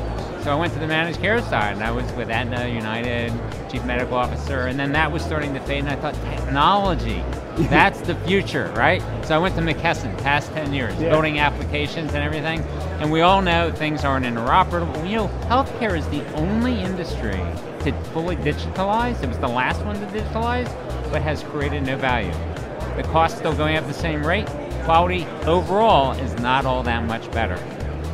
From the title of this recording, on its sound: LIVE from #HIMSS16